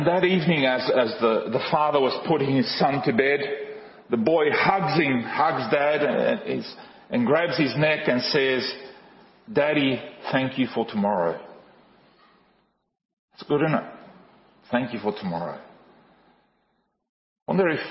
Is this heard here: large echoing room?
yes